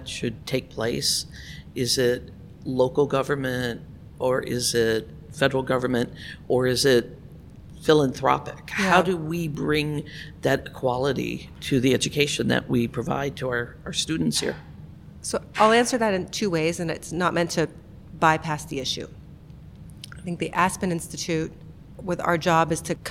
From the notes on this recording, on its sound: joins me from the Global Inclusive Growth Summit in Washington, DC